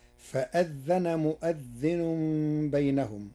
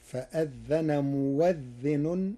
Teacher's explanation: قرأ ورش كلمة مؤذن بإبدال الهمزة واوا مفتوحة · Shown in: second take · فتصير فأذن موذن بإبدال الهمزة واوا تخفيفا وهي في لغة العرب.